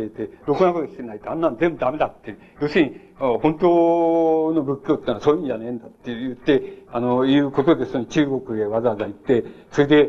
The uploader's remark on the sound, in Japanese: 主催：京都精華大学 学生部 場所：京都精華大学。場所は京都精華大学大教室。一般の人にも開放され、 他学生の参加も多かった。音源はVHSテープから 音声データを抜き出したもの。